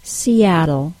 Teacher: That stop I added to the word was the glottal stop, and it's the most common problem I hear with non-native speakers when words have adjacent vowel sounds. Specifically, the long E sound links to the short A sound in the word Seattle.